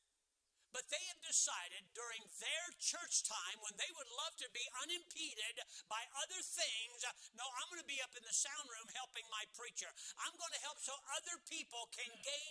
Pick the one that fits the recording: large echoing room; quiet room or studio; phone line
large echoing room